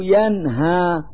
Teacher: فالنون الساكنة في كلمة ينهى تظهر لوجود الهاء بعدها · Term: الإظهار